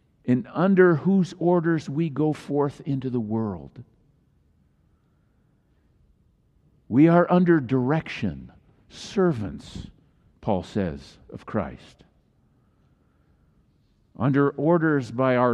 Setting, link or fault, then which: setting, large echoing room